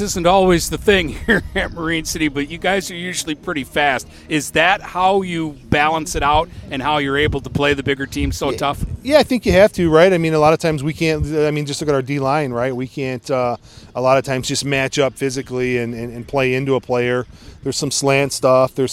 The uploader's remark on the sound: Live From Marine City Football Camp!